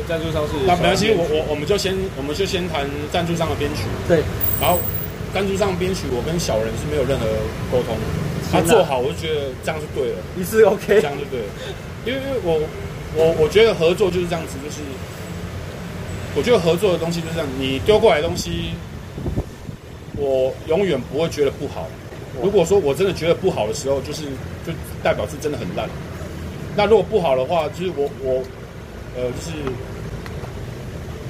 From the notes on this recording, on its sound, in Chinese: 錄音地點：台南 牽咖啡